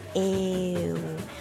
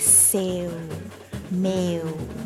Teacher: the first vowel is a little bit longer than you would probably expect